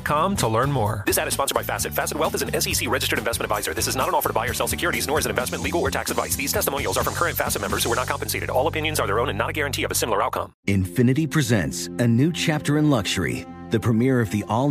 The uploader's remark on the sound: in today’s Phone Tap we’re calling a dry cleaning customer